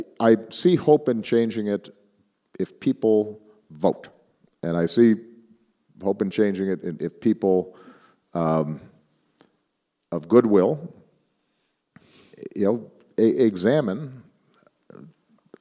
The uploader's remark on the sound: in Hyde Park for a special live taping of the Axe Files